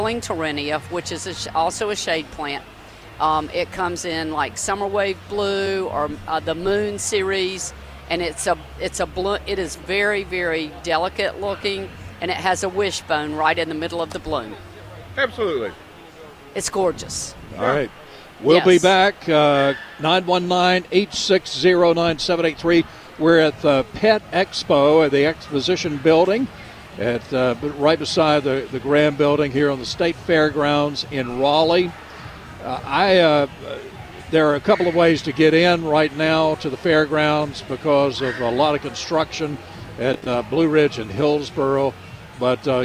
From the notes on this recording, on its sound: broadcasting live from the NC Pet Expo